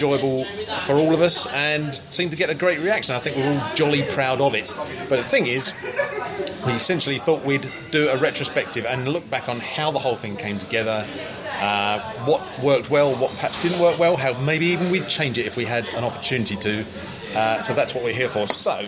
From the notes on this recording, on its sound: Having found a pub that would accommodate us four unashamed kit nerds, it wasn't long before a podcast was recorded